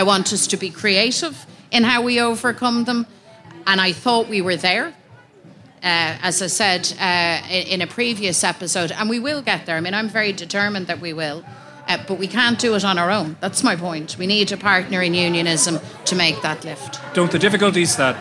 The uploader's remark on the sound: Live at Body & Soul. For a special live recording of the podcast at the Body & Soul festival last week.